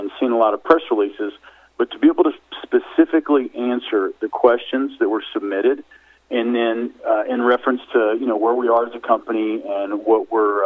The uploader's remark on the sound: Surge Holdings Inc. Conference Call